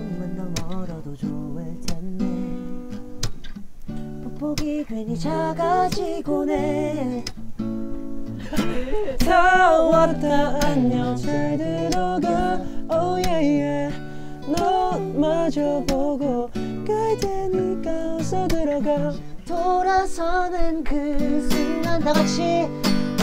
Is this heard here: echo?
no